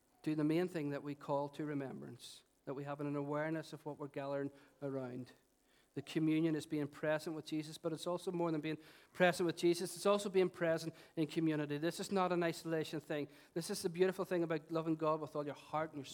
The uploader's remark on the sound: Recorded on 26th August 2018 at our 11am Celebration.